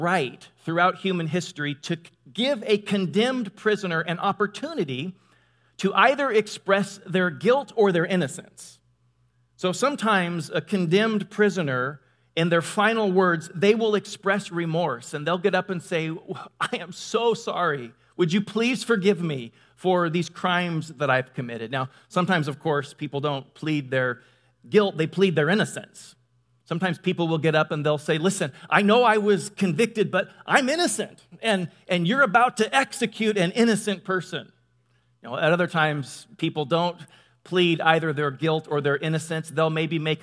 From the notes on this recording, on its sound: Delivered on 19 November 2017 at Grace Church of La Verne .